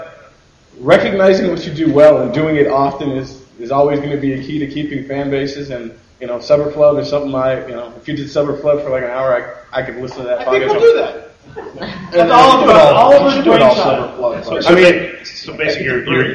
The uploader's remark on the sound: The complete audio recording of the Comics Podcasting Panel on July 23rd at the San Diego Comic Con.